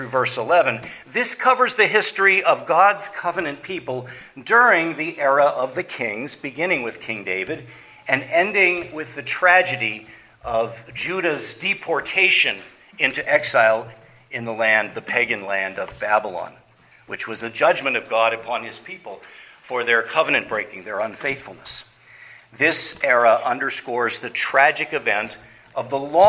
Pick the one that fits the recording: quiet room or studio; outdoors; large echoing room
large echoing room